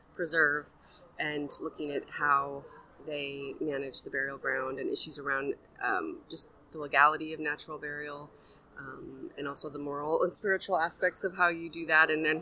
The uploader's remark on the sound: This month’s episode was recorded live throughout the ASLE/AESS Conference in July 2023 in Portland. Had the opportunity to set up a table at the conference.